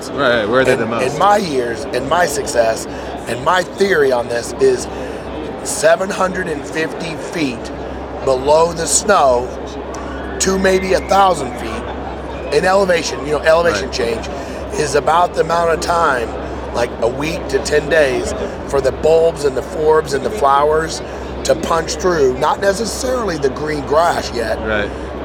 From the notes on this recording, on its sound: LIVE FROM THE HUNT EXPO // SALT LAKE CITY, UT. Though podcasting was not my first priority at the expo, I was able to record some content to share with you.